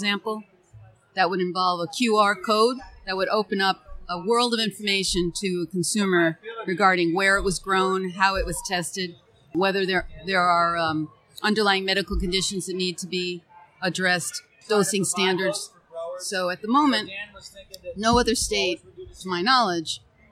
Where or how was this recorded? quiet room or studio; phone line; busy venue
busy venue